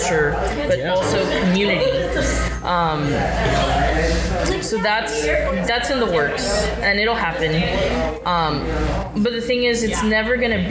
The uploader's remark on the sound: If it sounds like the episode was recorded in a coffee shop, it's because it was.